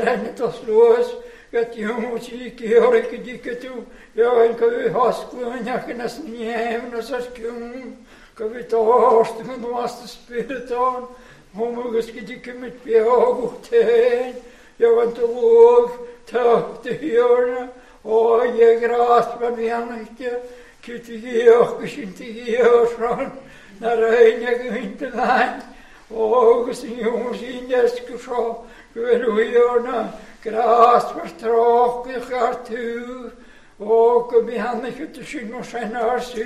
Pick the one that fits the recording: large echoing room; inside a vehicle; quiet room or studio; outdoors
large echoing room